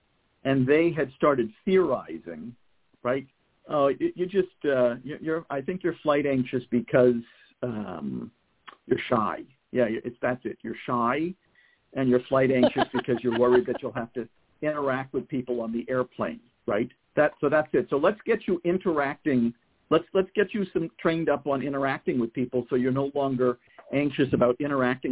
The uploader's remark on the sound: a mom who called